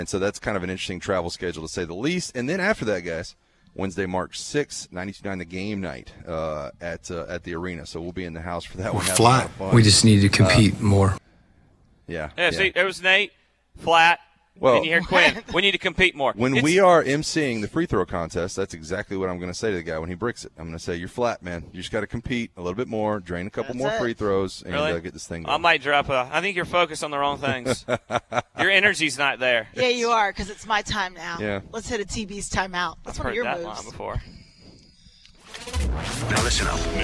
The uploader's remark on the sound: broadcasting live from Five Iron Golf in Midtown